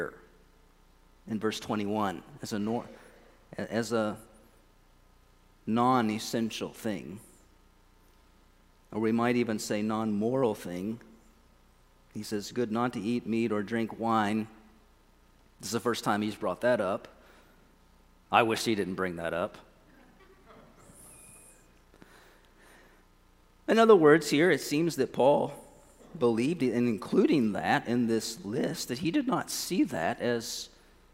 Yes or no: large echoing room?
yes